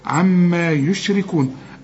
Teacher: الميمة هي عليها الشدة لازم تغن عند الوصل وعند الوقف